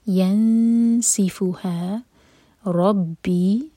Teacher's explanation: اخفاء جب کریں گے تو سین کے لیے زبان تیار اور 2 سیکنڈس کا ٹائم